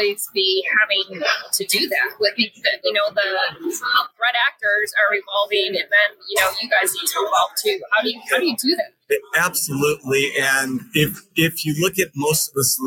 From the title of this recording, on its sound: Recorded at TribalNet